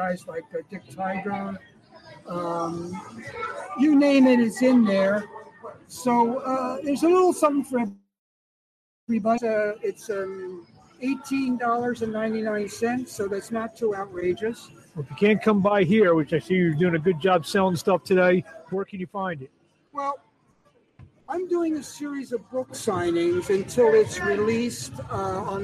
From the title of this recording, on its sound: LIVE FROM ATLANTIC CITY BOXING HALL OF FAME